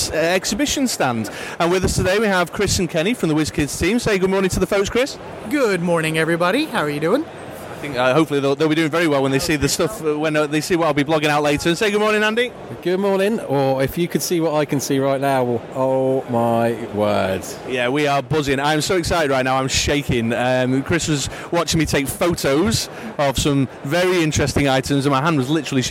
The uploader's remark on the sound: This week's episode was recorded almost entirely live at the UK Games Expo 2018